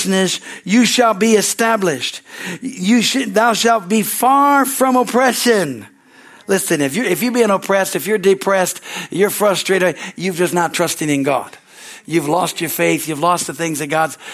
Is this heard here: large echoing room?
yes